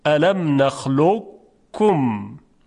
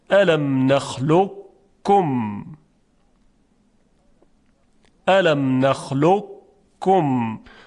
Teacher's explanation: قبل از اینکه کاف رو بگیم صدای مقداری درشت میشه، همون استعلای قافه · Term: ادغام ناقص